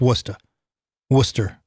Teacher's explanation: you don't pronounce the R in it